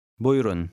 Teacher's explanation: The middle U is silent.